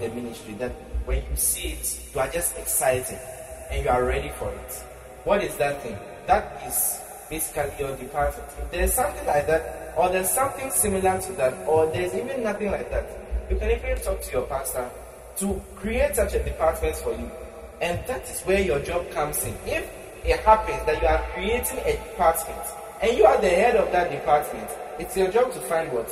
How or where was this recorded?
large echoing room